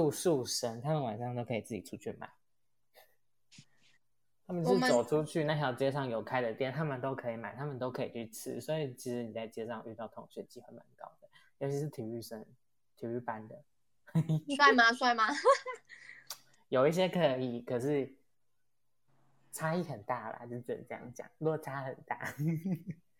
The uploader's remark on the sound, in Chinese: 因為第一次錄音有一些小問題